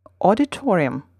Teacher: in the English word, the second strongest syllable is two syllables away from the main stress, · Term: secondary stress